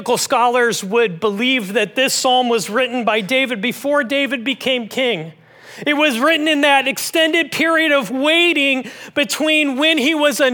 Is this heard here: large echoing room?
yes